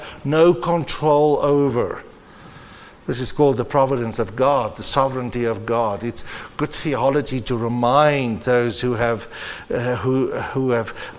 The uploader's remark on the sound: The particular episode was recorded as part of the annual conference hosted at Lynnwood Baptist Church